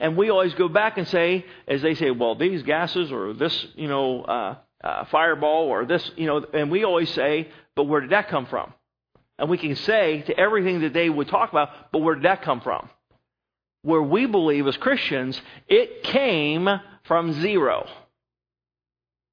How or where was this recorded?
large echoing room